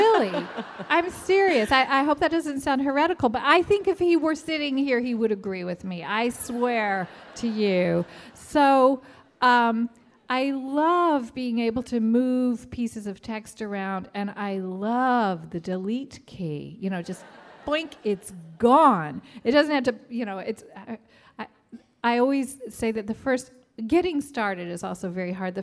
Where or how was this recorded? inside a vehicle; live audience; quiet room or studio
live audience